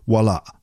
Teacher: There's a little glottal stop at the end of the word, Wala.